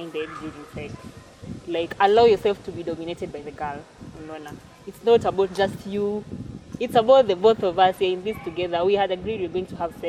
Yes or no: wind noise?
yes